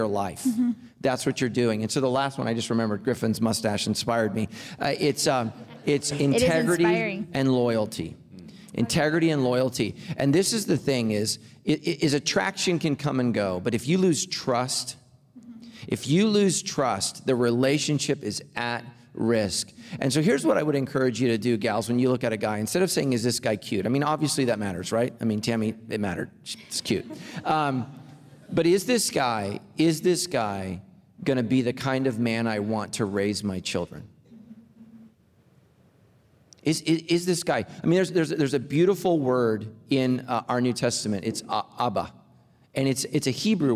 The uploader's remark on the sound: Recorded Live!